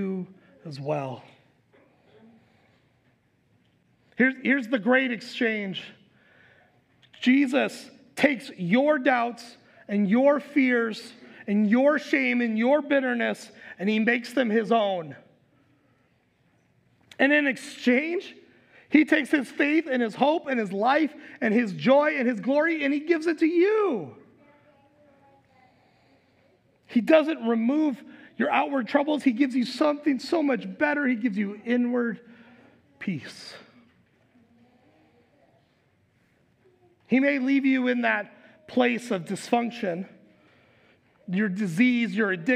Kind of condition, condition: setting, large echoing room